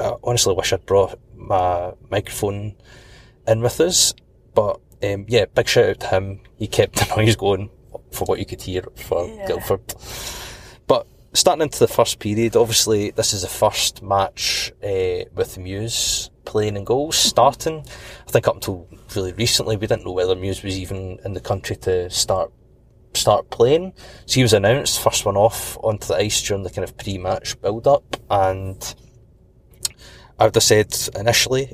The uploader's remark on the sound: A podcast from the car this week.